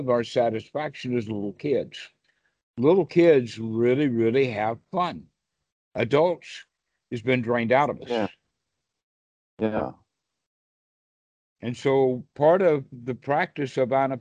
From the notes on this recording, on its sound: skype calls on this channel